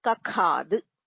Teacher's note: dirgha becomes hraswa and mahaprana becomes alpa prana